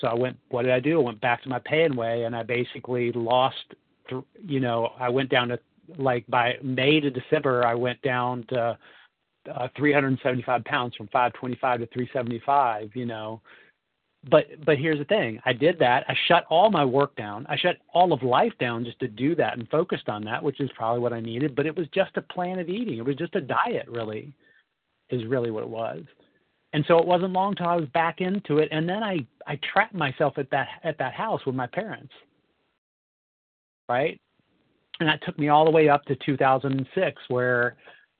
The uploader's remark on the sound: from the 100 Pounders Phone Meeting